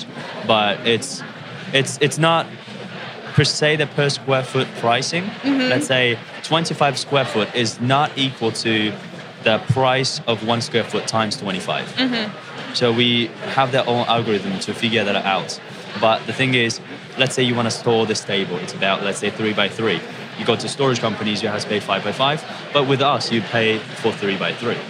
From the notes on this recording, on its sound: Live from Collision Conference 2018: North America’s Fastest Growing Tech Conference.